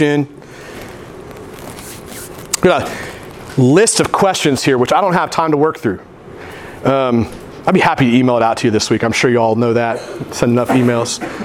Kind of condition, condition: setting, large echoing room